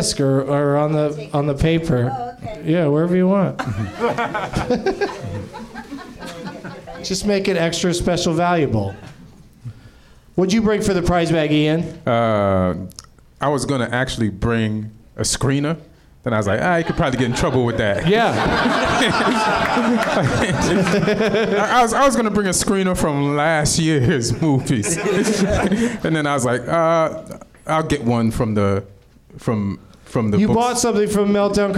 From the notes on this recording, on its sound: Live from the NerdMelt Showroom in Los Angeles